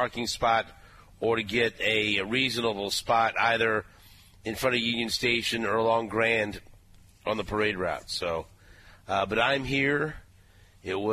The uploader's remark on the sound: Super Bowl Parade Day. Broadcasting on location of the parade route.